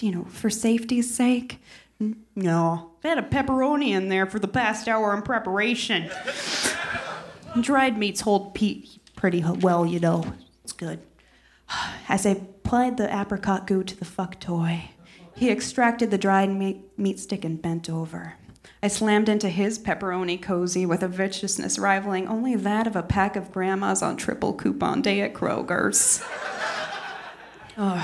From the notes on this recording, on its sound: Recorded at the Davis Square Theater in Somerville, MA, on December 28, 2013.